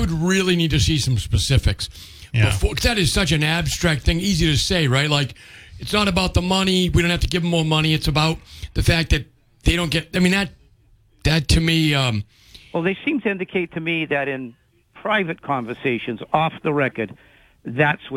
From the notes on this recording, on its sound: take calls from the audience